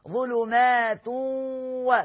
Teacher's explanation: ظلمات و، الواو دي هتشدد، اصلا مش مشددة، لكن هنلغي التنوين ونقول الواو مشددة ونخلي الغنة بتاعت التنوين يبقى ادغام بغنة، ظلمات و، معلش انا بجري عشان الوقت، الوقت خلاص كاد أن ينزلق من تحت أقدامنا.